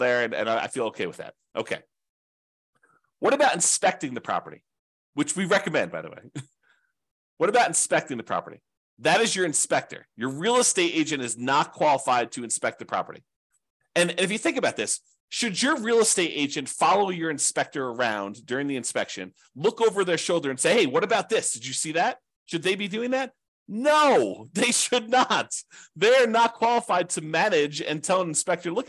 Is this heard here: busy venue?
no